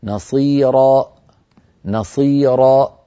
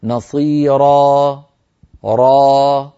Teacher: والصواب أن أقول نصيرا را، فأترك الوترين الصوتيين بعيدين عن بعضهما قليلا، بحيث يمر منهما الصوت ويتلاشى صوت الألف ويخمد شيئا فشيئا · Shown in: second take · أما أن ينبتر مباشرة بإقفال الوترين سيؤدي هذا إلى خروج همزة ولا يصح.